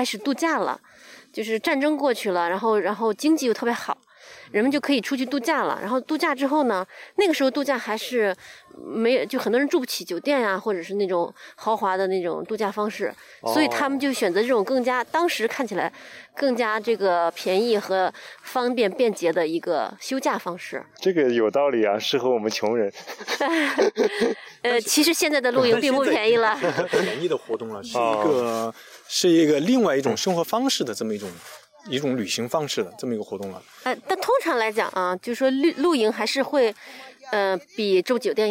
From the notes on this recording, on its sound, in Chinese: 刚好德国又开始解封了，四位主播聚在一起尝试第一次在户外录音，我们的娃们不是在睡觉就是在玩沙。